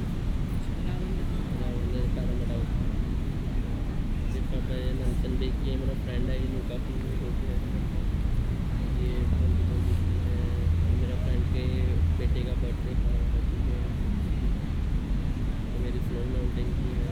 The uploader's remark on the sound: Bondi Beach. Featuring sounds recorded on location around the globe. This season comes from Australia! It's recorded using two microphones placed as if they were human ears.